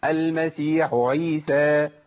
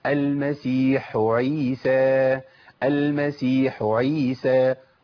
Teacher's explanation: بيقلب الحاء الاولى الى عين · Shown in: first take · انا طلعت الحاء لوحدها وبعد كده دخلت على مخرج الايه؟ العين